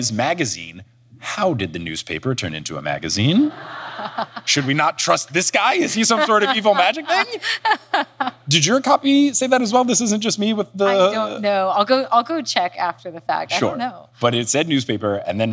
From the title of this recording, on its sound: LIVE in SF!